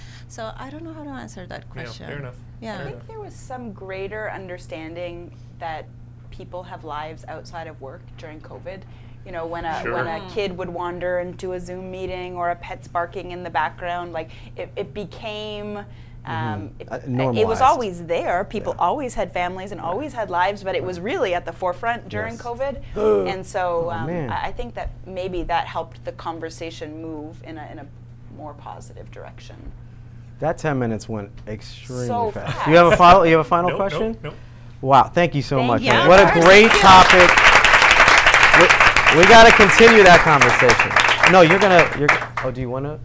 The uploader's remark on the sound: The SER 2023 conference in Portland, Oregon was the site of the first ever live recording of the Epidemiology Counts podcast with an audience! In front of a room of raucous epidemiologists.